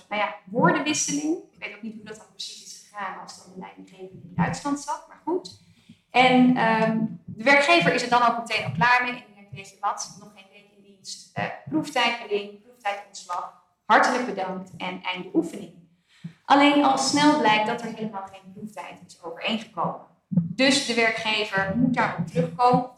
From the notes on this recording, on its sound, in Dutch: Law Talk 85 (Live). Deze speciale aflevering van Law Talk is opgenomen tijdens het WVO Event op donderdag 5 oktober 2023 in aanwezigheid van 130 relaties van WVO Advocaten.